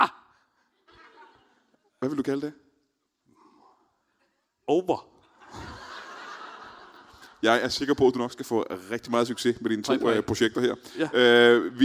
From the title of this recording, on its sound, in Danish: LIVE fra Portalen i Greve